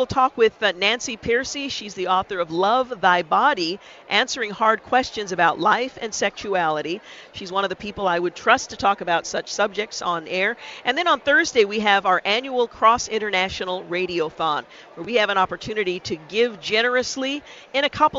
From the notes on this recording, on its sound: Join us as we broadcast live from Mission Connexion 2018, at Rolling Hills Community Church in Tualitan.